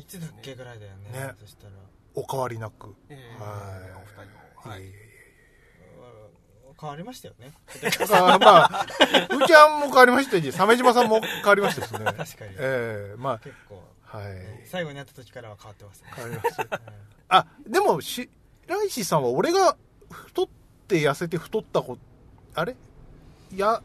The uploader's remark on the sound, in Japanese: 南千住某セブンイレブンの駐車場スタジオで車中収録でした！